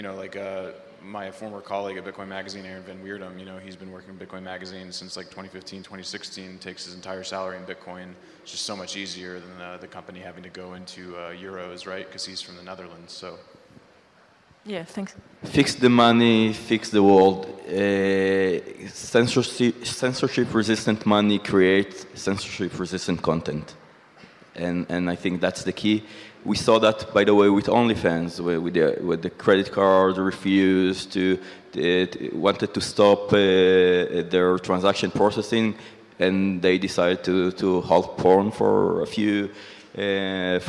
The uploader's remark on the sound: This is a recording of the panel discussion. At the Adopting Bitcoin conference in San Salvador in November 2021.